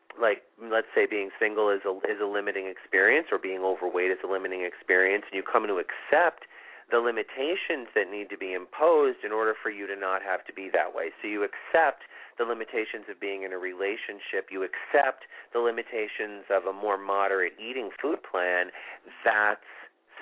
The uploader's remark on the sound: This is a live show with call in and live readings.